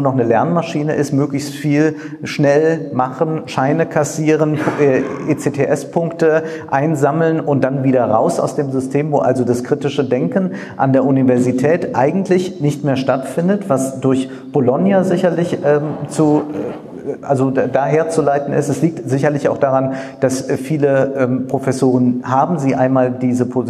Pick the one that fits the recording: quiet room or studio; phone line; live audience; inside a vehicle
live audience